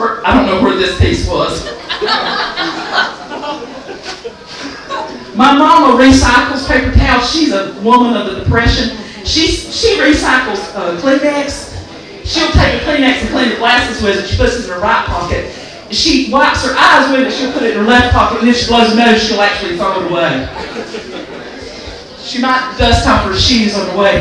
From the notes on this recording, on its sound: Recorded at Tir Na Nog in downtown Raleigh